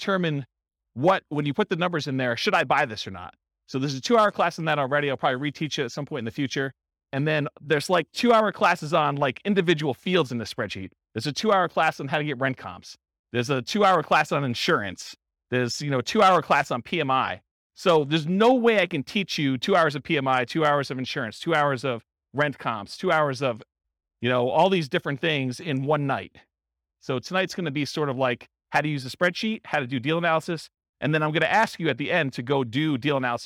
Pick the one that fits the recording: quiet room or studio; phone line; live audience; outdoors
live audience